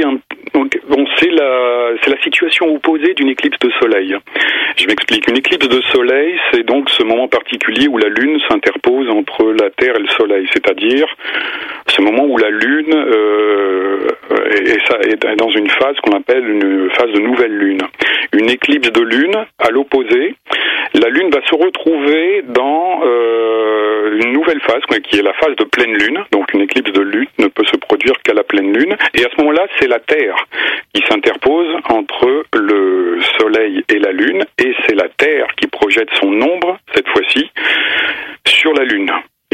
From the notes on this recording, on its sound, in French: par téléphone